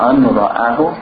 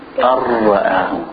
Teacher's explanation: The ra, it completely eats up the noon, and even there's no nasal sound. · Shown in: second take · Because you have two letters that don't have any nasal sound. · Term: Idgham